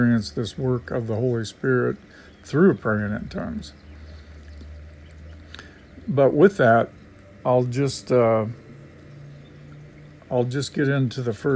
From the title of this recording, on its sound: Life in the truck